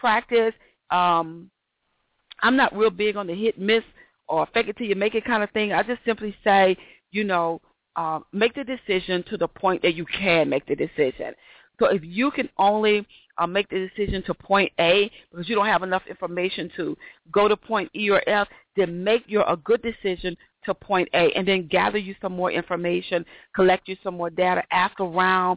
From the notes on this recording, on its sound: Got To Get Myself Together 2014 Summer Teleconference